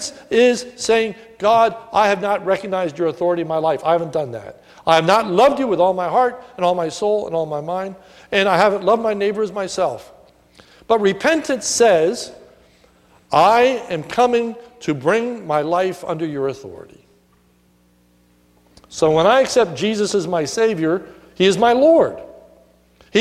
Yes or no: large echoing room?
yes